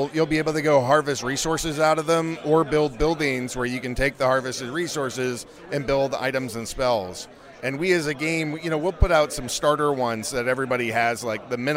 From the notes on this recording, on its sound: Live from NFT NYC 2022!